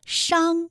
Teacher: 这里还有一个后鼻音伤，它的韵母是昂